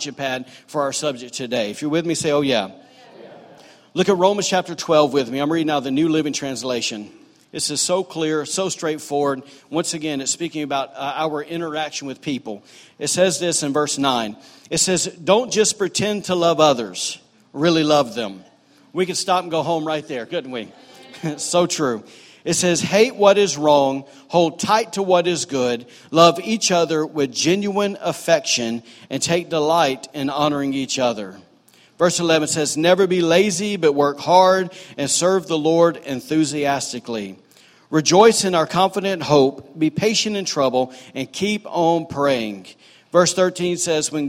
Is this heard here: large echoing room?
yes